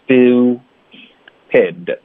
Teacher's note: 又来了这个嘟嘴的 u 的音